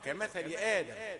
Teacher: بدل ما أقول كمثل آدم أقول همزة رقيقة كمثل آدم